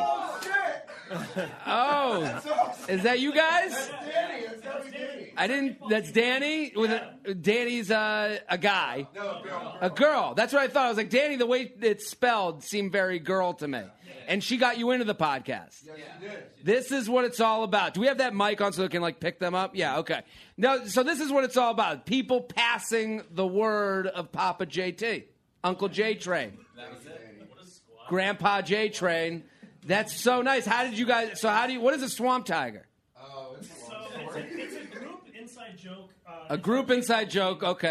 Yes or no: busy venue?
yes